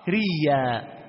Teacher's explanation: أبدل الهمزة ياء ثم أدغم الياء في الياء فصارت ريا وصلا ووقفا · Term: الإبدال